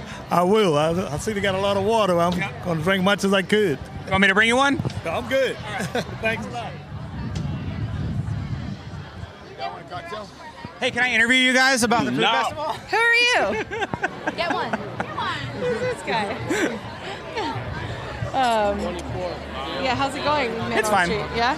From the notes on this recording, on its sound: Getting down at Charleston Wine and Food Festival. As part of Heritage Radio Network on tour. Took the mic out into the crowd.